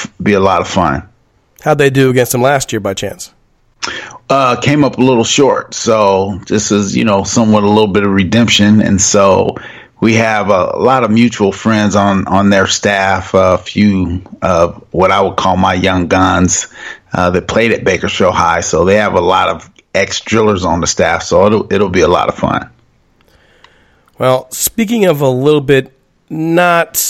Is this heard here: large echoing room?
no